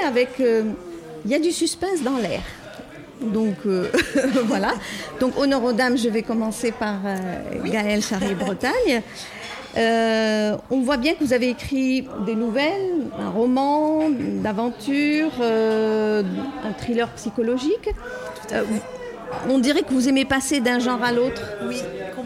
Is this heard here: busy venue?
yes